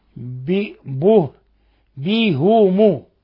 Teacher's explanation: وقرأ يا أبو عمرو ويعقوب بكسر الهاء والميم من به مل، به مل أرض. وقرأ حمزة والكسائي وخلف وهم كوفيون بضم الهاء والميم